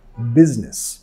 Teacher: Queremos enfatizar la primera sílaba y la primera S en business. Vamos a pronunciar con sonido Z.